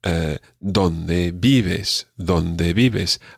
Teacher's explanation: both words have the accent or the stress on the first syllable